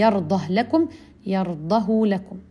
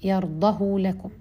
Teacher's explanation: يقرؤون هذه الهاء بوجهين الإسكان مثل السوسي وبالصلة